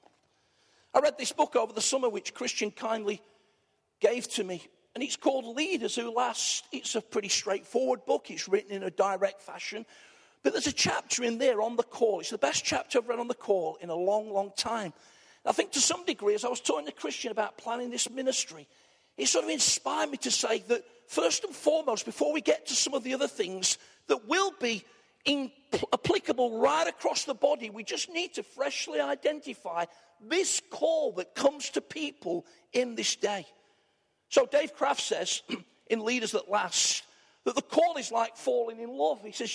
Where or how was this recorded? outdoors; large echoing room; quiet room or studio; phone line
large echoing room